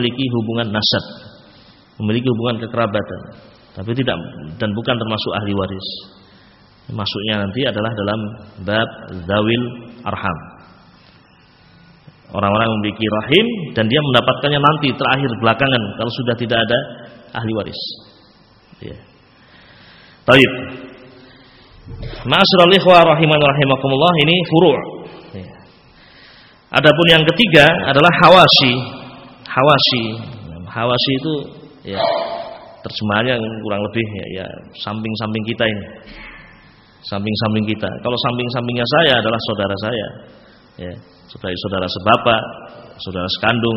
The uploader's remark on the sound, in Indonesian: Dari Masjid Ibnu Taimiyyah Sanggrahan, Grogol , Sukoharjo. File Audio 32kbps.